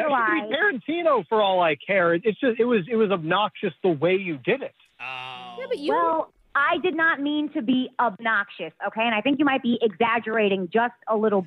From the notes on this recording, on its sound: The listener on the phone